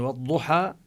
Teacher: يقول الضاد باستطالة ومخرج، مخرج الضاد من حافة اللسان، أما الضاء مخرجها من طرف اللسان وطرف الثنايا العليا. الضاد من حافة اللسان ولها صفة الاستطالة، مخرجها حافة اللسان طويلة، فهذه الضاد مخرجها غير ولها صفة الاستطالة التي ليست للضاء.